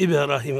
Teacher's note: قلقلة الباء وتفخيم الراء إبراهيم